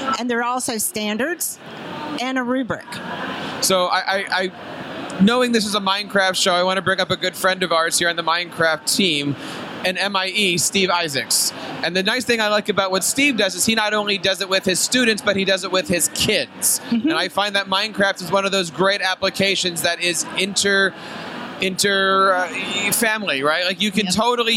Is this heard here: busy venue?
yes